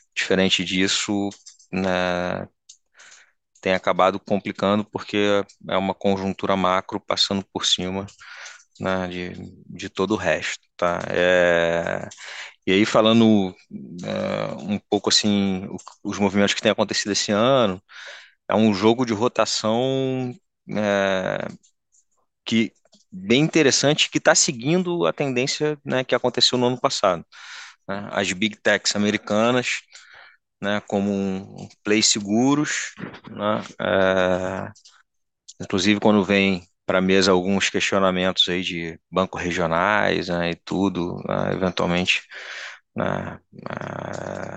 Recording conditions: video call